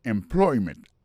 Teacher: Alors, mot employment là, c'est employment. Accent tombé sous deuxième syllabe là. · Term: accent tonique